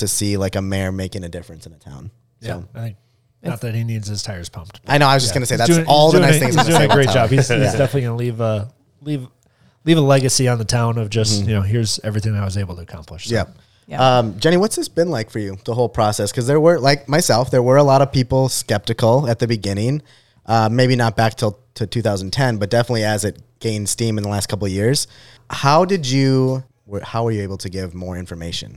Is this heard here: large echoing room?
no